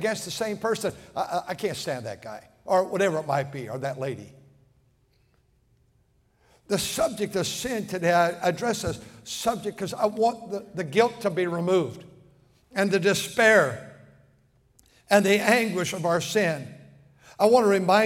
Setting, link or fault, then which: setting, large echoing room